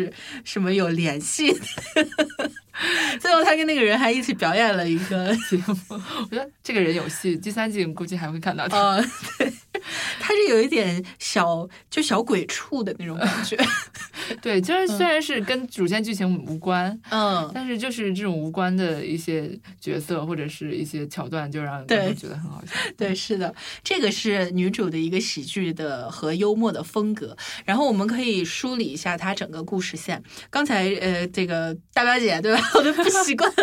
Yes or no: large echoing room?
no